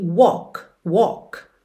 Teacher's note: Como se fosse um O, walk. Um O meio britânico